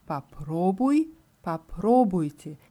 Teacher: Hier ist die Betonung auf der zweiten Silbe.